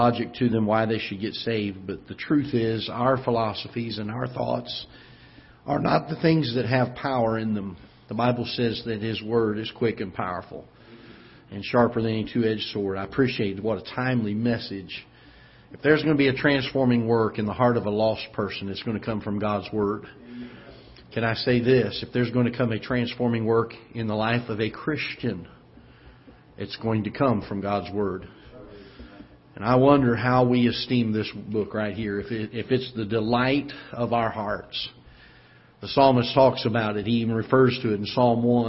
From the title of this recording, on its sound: Ketha Heights Baptist Church ~ Live Broadcast